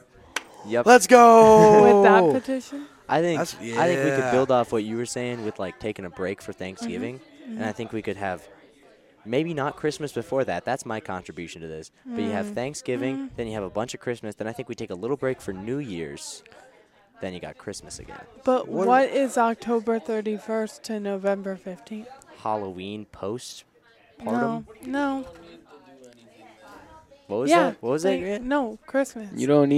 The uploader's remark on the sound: Live From Baker's Theater. This episode was filmed in front of a live studio audience, so don't be surprised if you hear a bunch of people talking in the background.